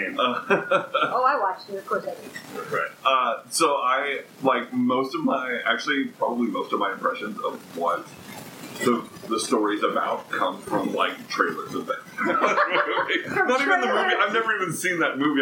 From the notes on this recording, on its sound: We apologize for the sound quality on this episode. The quality does improve as the episode goes on.